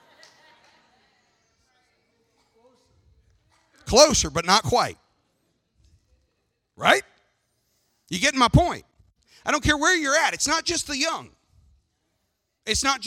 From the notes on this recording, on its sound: Sermon audio from the June 30th, 2019 worship service.